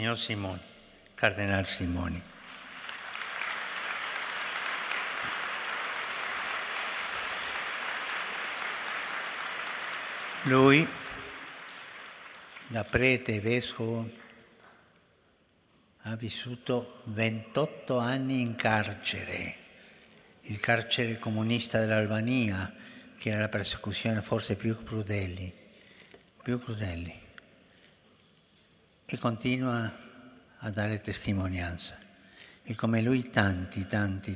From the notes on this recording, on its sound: FROM THE PAULVI HALL